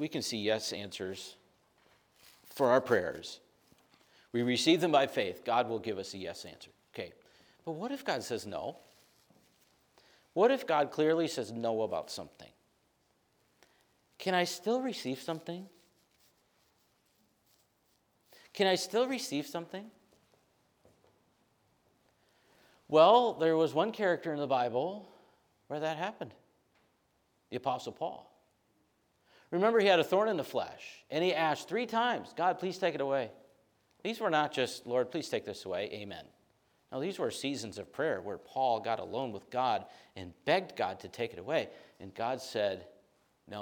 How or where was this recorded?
large echoing room